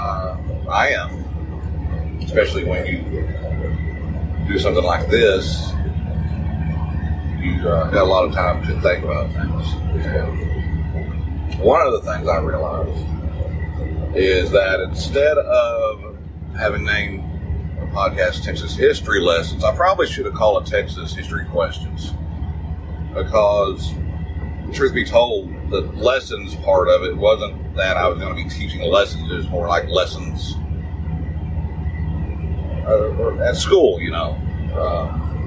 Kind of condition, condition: fault, poor sound quality